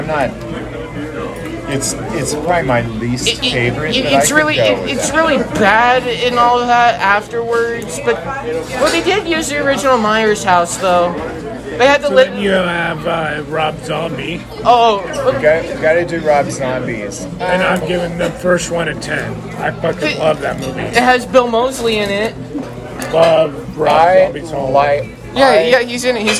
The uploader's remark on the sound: Live at their theatre's first showing of Halloween Ends.